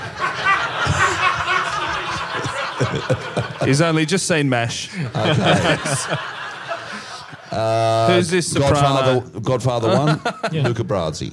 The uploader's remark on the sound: LIVE IN PERTH. MFB HQ heads out to the wild west for their first ever live Perth show. They are joined by two special live guests!